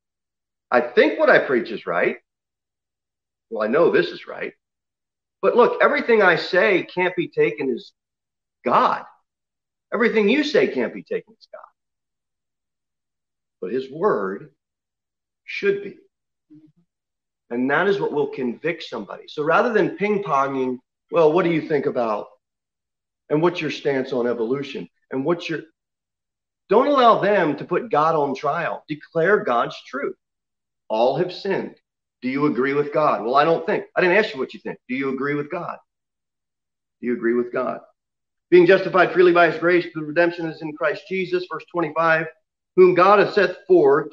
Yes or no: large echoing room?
yes